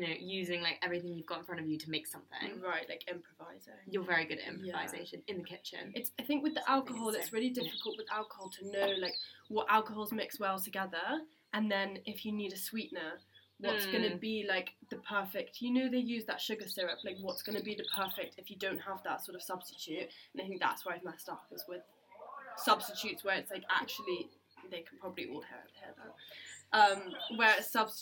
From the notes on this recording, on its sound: We're in the sunny countryside. We do apologise for any background noise as we did record this ep outside but we think the birds chirping add a nice touch and we hope you agree.